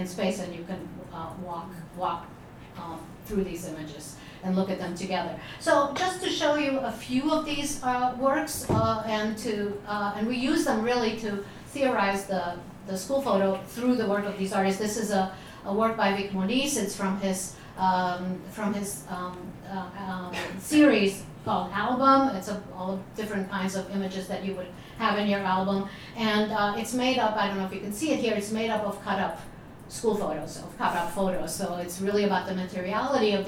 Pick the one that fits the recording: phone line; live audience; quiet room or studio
live audience